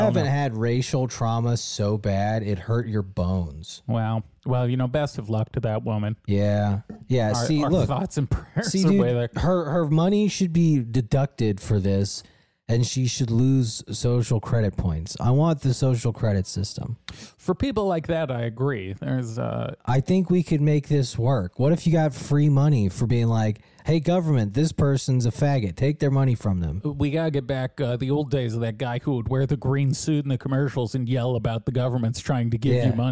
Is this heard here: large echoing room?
no